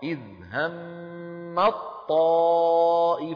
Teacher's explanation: أيضا من أمثلة المتجانسين إدغام التاء في الطاء: إذ هم الطائفتان، فتصير التاء طاء والنطق يكون بطاء مشددة